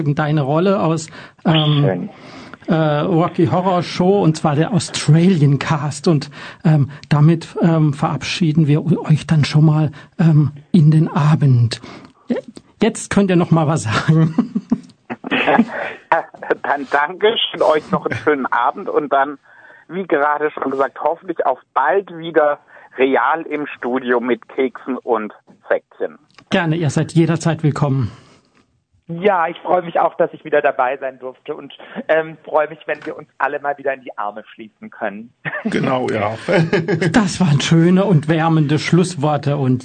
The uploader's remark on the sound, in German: Aufgepeppt wurde die Lästerrunde durch live zugeschaltete Gäste.